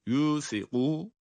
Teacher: Sa harfi peltek ince. Kaf kalın.